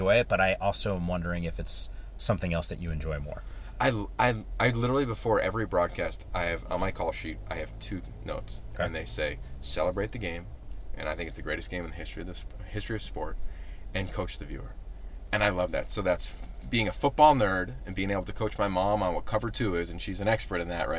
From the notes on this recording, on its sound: What do you get when 2 friends are on a road trip hopping from campus to campus doing college football shows? A podcast recorded in a car.